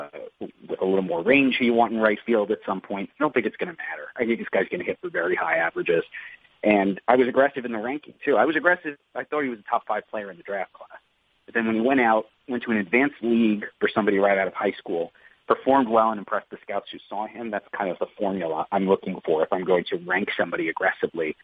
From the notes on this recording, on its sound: in an ESPN media conference call